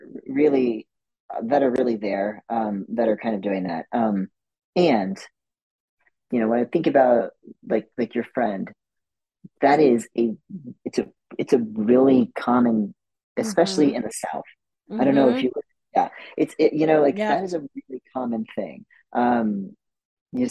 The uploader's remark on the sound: This podcast was recorded via Zoom.